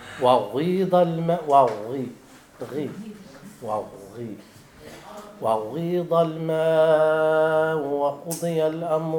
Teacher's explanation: خصك تسبق الشفتين ديالك يعني تضمهم ثم تنطق بالكسر · Term: الروم